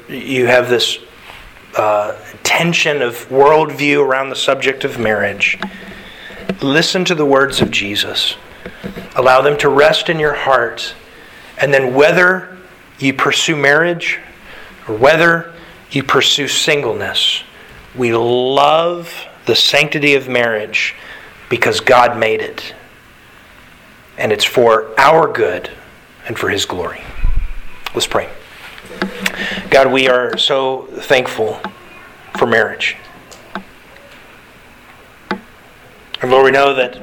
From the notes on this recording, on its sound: Sermon delivered to the Galena Bible Church